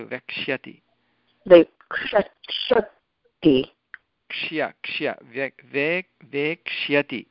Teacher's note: दशायां किं भवति तालव्यषकारस्य स्थाने ककारः भवति ककारः भवति अपि च दन्त्यसकारस्य स्थाने मूर्धन्यषकारः भवति हा तत्र ककारषकारयोः संयोजनेन क्ष इति भवति हा तत्र यकारः अपि अस्ति खलु वेक्ष्यति क्ष्य क्ष्य वेक्ष्यति इति